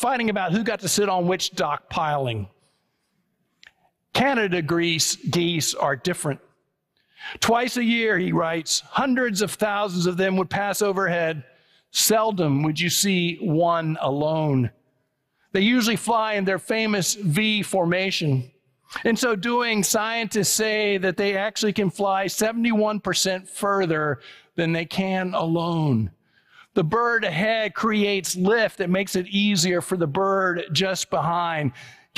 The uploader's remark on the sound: It was preached on October 22, 2023 at First Presbyterian Church of Allentown.